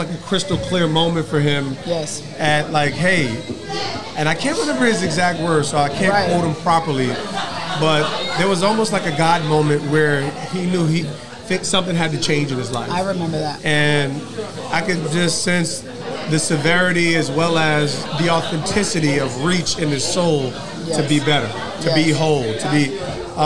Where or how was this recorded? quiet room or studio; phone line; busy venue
busy venue